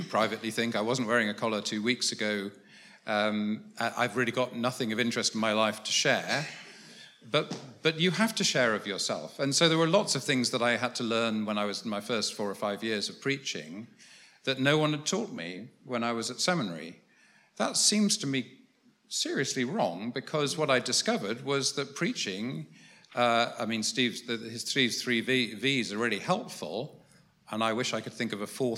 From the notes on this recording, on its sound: Was recorded at the How to Preach training day, organised by the Festival of Preaching, on 24 October at St Martin in the Fields, in London.